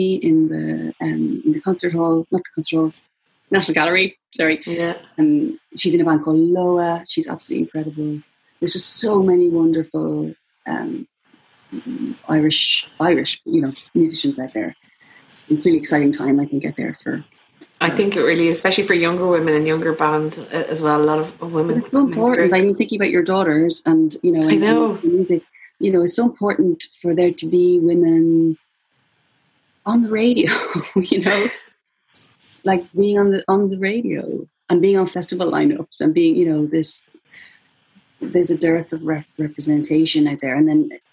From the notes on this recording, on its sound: We were joined by almost 300 listeners, readers and Irish Times subscribers last Saturday night for our fourth Big Night In on Zoom. This episode includes snippets of the songs she sang and a lengthy back and forth between the singer and the fans who gathered to hear her talk.